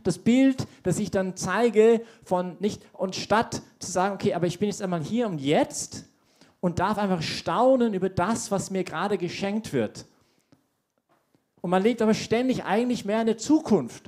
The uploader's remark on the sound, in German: Diese Predigt wurde bei der YP Messe